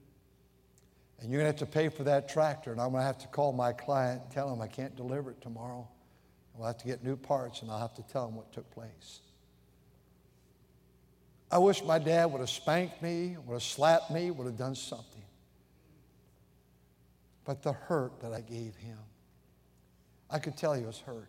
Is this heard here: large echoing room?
yes